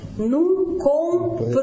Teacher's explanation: Буква «Д» пропадает. Второй слог оказывается открытым. Буква «Н» оказывается между двух гласных. И во втором слоге носового нет.